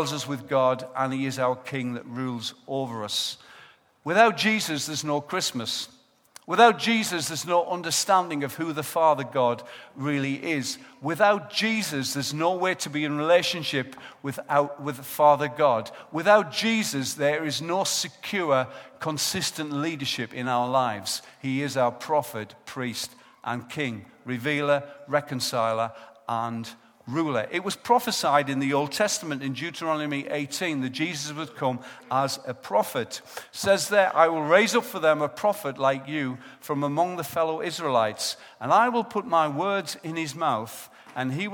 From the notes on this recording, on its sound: Recorded live at Life Church on Sunday 7th December 2014.